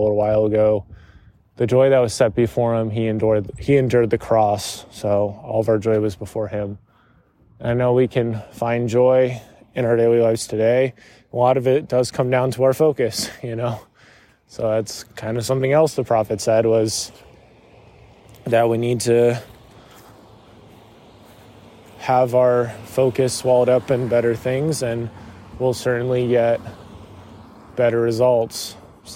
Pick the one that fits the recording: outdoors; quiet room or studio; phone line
outdoors